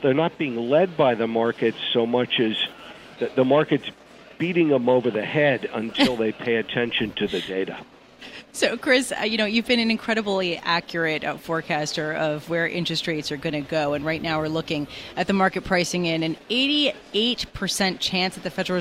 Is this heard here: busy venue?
yes